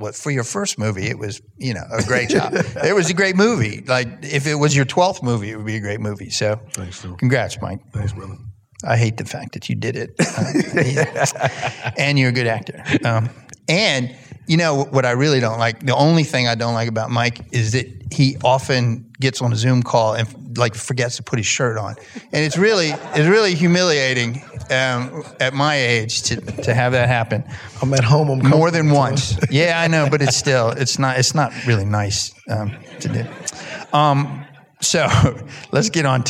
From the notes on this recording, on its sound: in a Q&A at the DGA theater in Los Angeles